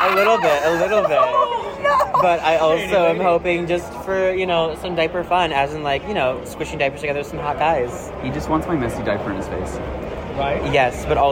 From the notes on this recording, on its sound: goes live from CAPCON 2024 on the first day to ask people